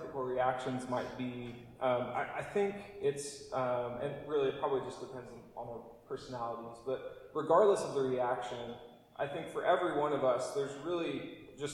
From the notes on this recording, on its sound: apologies for poorer recording quality this week!